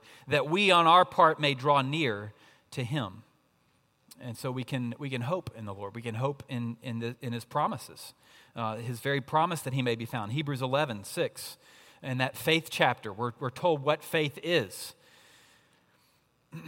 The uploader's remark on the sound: At Redeemer Presbyterian Church in Charleston, SC